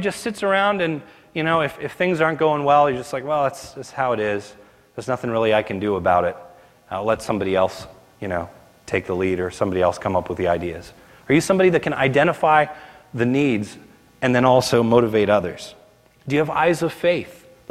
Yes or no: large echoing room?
yes